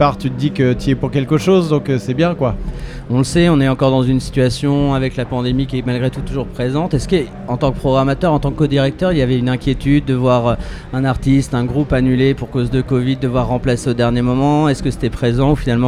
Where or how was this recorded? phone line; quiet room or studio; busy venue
busy venue